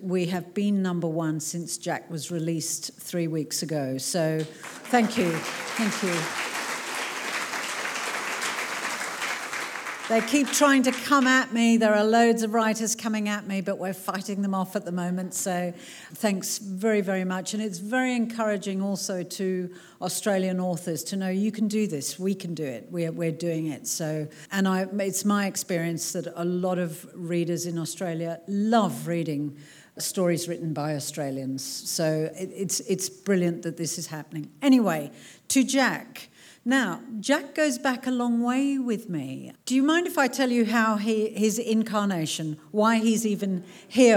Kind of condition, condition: setting, live audience